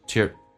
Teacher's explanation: to 非实义词汇弱化成 t， your 弱化成 ye 加个 er 就变成 tear